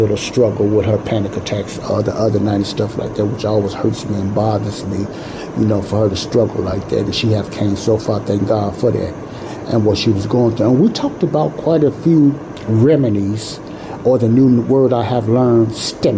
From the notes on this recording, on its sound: I apologize but this Show was not recorded in a sound proof area, so there is noise in the background.